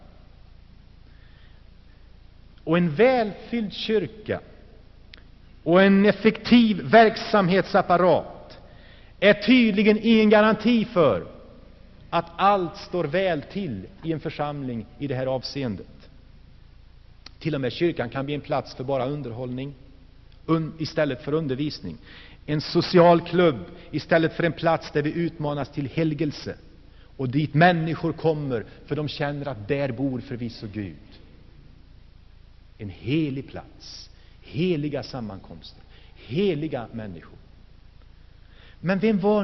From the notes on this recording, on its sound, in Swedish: Inspelad i Saronkyrkan, G&#154;teborg 1984-11-11.